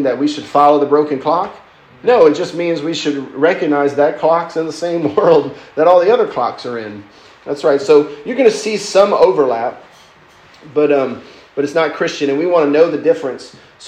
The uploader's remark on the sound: lecture given at Christ Church academy